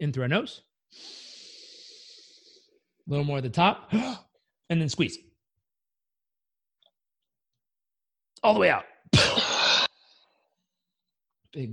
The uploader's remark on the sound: I hosted daily ZOOM meet-ups called the "Daily Community Meetup" - the recordings were posted here on the podcast